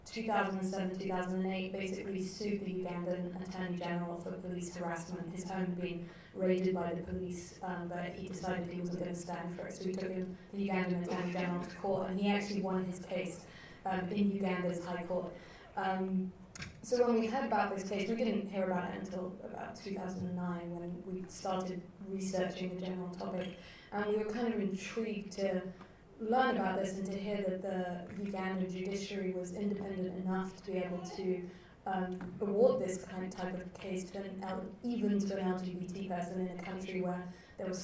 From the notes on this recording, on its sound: Recorded at the Light House Cinema, 3rd July 2012